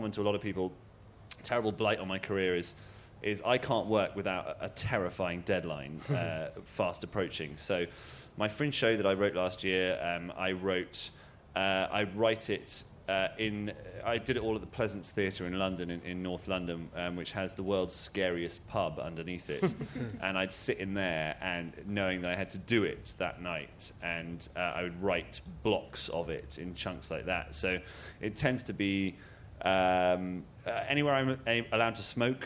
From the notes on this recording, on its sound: Recorded on Thursday 9th August 2012 at the BBC Edinburgh Festival.